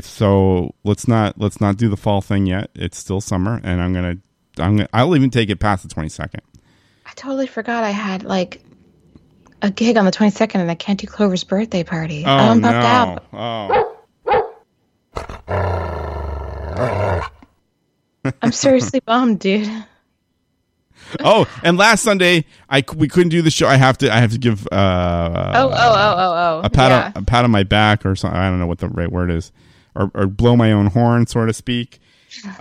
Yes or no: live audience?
no